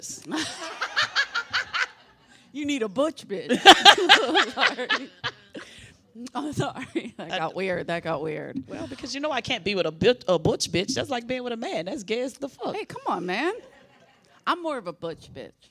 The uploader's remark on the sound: LIVE FROM SXSW 2022. Headed down south to host our first event at SXSW.